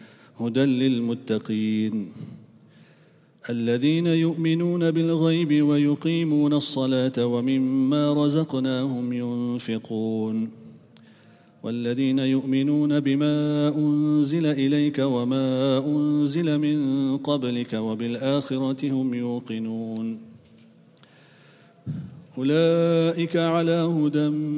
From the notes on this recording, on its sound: at the Houghton Masjid (West Street)